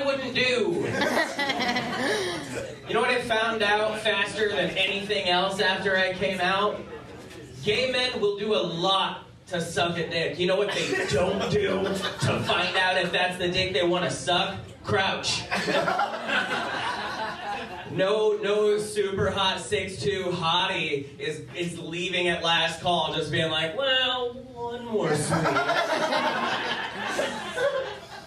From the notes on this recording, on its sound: at The 4th Wall PDX as part of The Dark Arts Festival